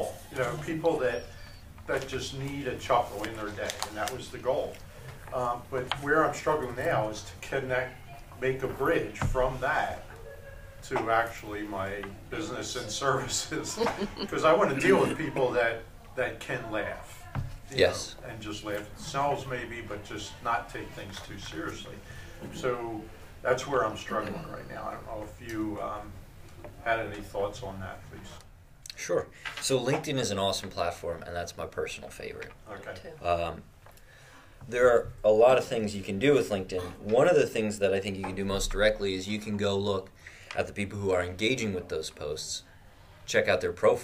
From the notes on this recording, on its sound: This episode was recorded during the Victory Bank Business Series held monthly in our Community Room at 548 N. Lewis Rd., Limerick, PA 19468.